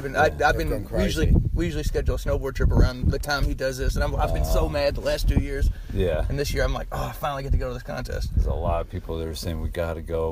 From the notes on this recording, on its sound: The podcast was recorded at Swamp Fest last weekend